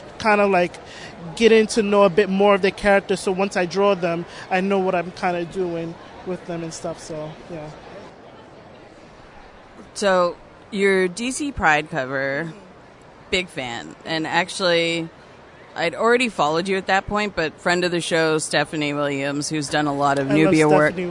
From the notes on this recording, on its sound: recorded at Toronto Comicon